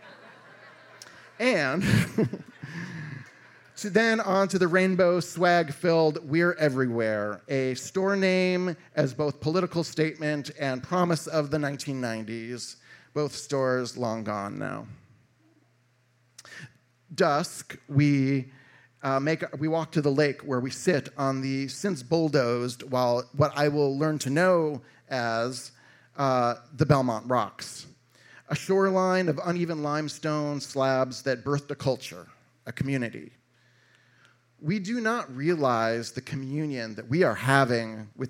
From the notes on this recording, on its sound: A live lit and music series recorded at Martyrs in Chicago's North Center neighborhood.